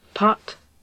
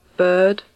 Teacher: pot, that sounds quite forward and open to me, and bird being much closer to a central low sound